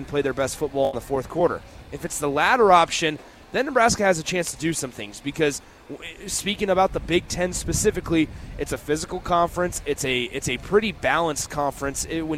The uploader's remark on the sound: LIVE from Lincoln Airshow